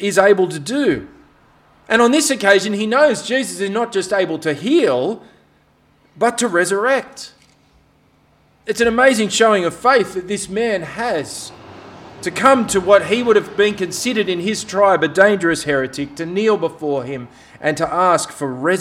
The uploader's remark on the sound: This sermon was preached on 17th September at all of Helensburgh and Stanwell Park Anglican Church.